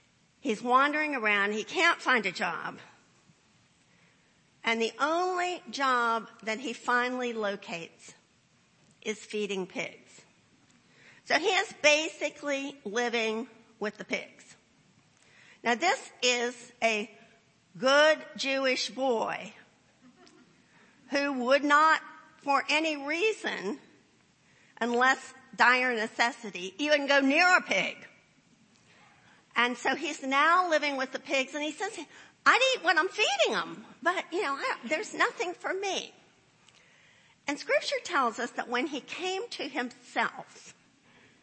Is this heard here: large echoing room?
yes